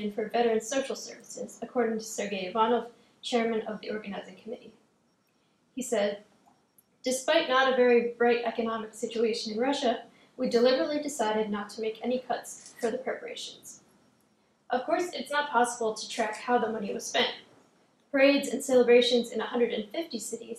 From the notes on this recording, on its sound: This lecture was presented on August 3, 2017. At the Institute of World Politics.